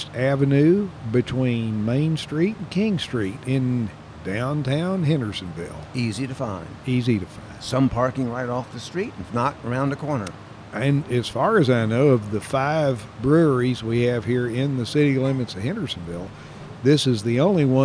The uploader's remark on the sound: This episode was recorded at The Sanctuary Brewing Company in Hendersonville, North Carolina. This episode was recorded at The Sanctuary Brewing Company in Hendersonville, North Carolina.